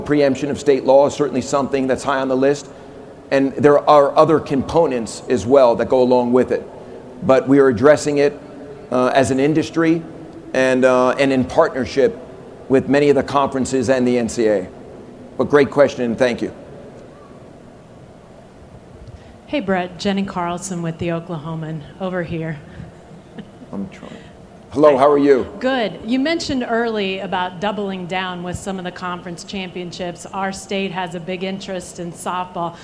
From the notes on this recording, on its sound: Press conference at Big 12 Football Media Days.